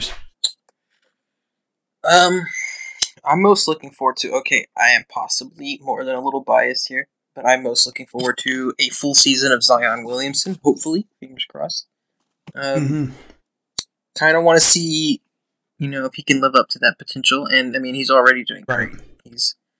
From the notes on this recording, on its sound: In this technical difficulty filled episode of the podcast.